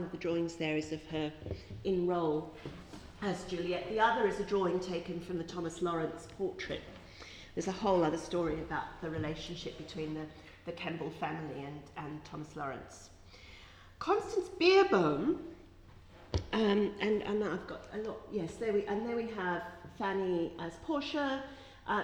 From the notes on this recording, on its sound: This podcast is one of ten podcasts recorded at the 'Silence in the Archives' conference hosted by the Oxford Centre of Life-Writing at Wolfson College, Oxford on 7 November 2015.